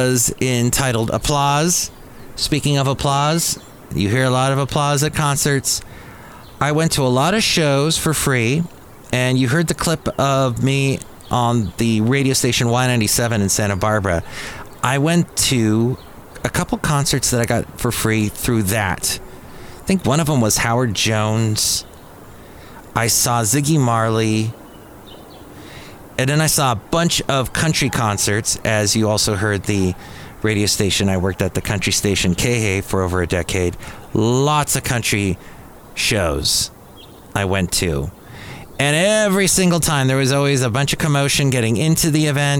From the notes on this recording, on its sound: podcasts live from Café Anyway